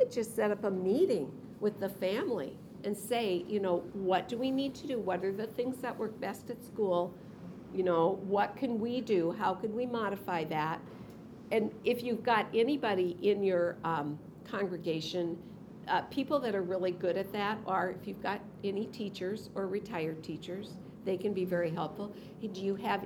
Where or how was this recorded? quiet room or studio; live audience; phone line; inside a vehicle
live audience